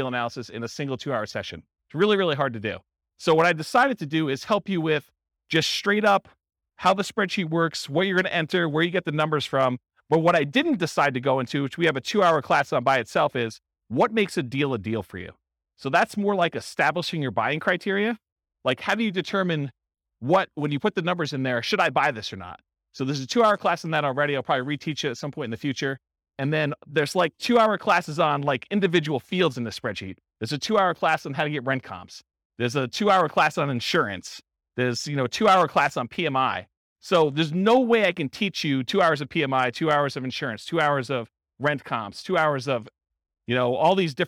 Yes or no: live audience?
yes